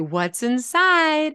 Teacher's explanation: there's a rising intonation at the end, and that's because you're asking a question